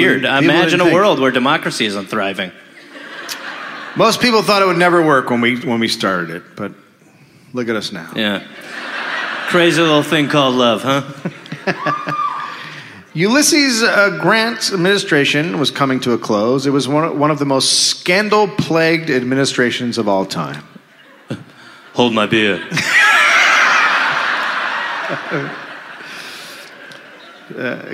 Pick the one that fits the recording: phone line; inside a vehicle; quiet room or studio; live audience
live audience